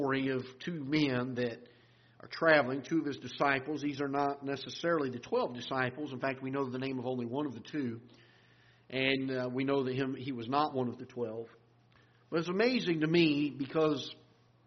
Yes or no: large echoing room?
yes